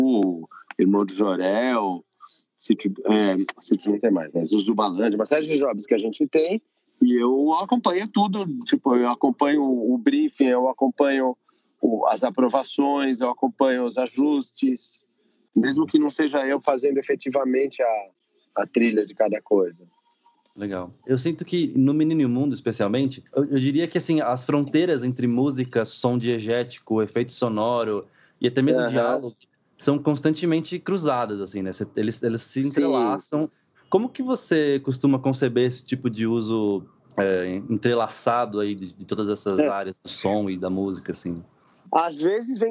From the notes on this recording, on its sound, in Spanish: Entrevista realizada por Skype